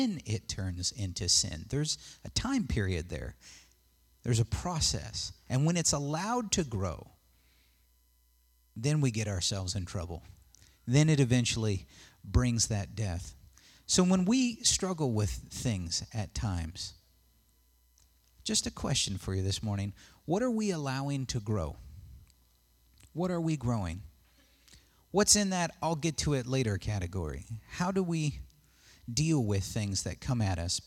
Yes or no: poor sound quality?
no